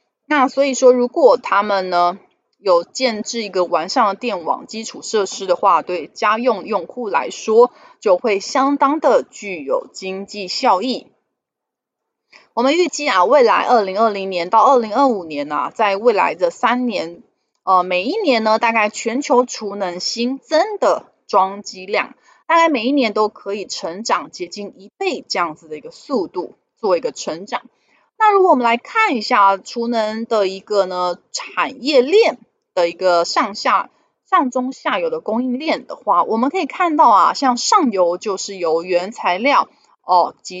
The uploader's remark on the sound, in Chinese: 本集有些許雜音，已亟力避免，如有察覺請多多包涵